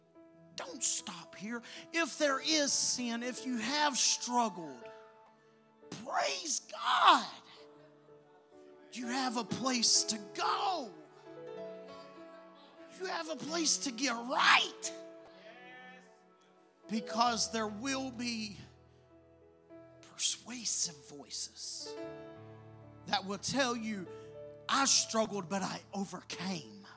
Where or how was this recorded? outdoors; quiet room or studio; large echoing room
large echoing room